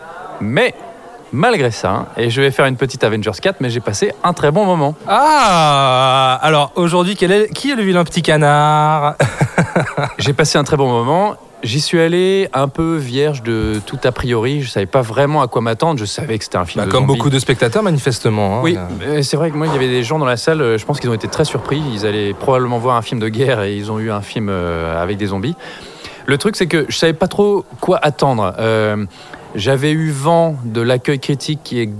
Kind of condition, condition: setting, busy venue